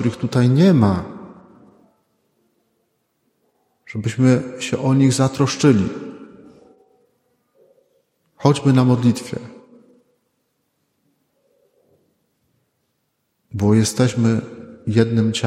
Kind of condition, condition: setting, large echoing room